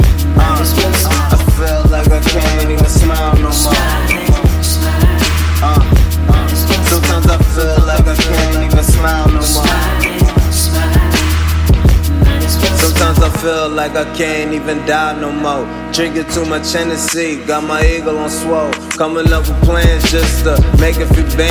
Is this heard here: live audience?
no